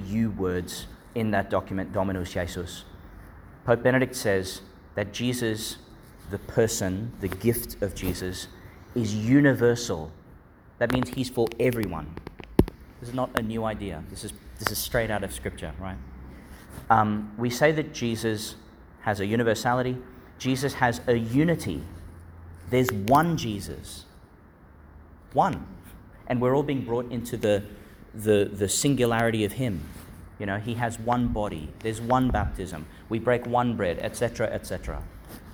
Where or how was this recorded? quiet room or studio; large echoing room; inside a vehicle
large echoing room